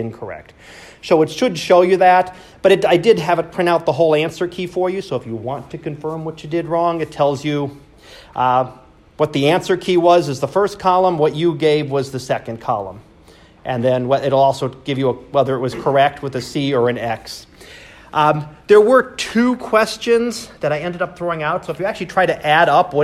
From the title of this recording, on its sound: Live Class Lecture